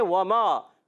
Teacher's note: واو کی ادائیگی ہوتی ہے ہونٹوں کی گولائی سے، دونوں ہونٹوں کے گول ہونے سے ادا ہوتا ہے واو